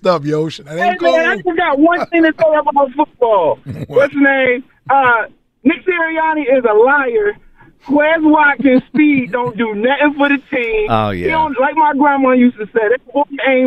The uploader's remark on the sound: take your calls